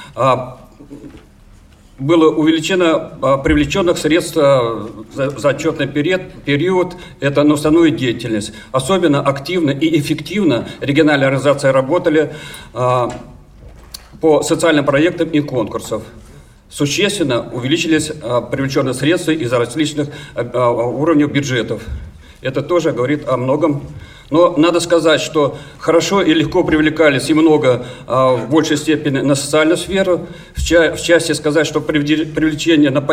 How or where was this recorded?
large echoing room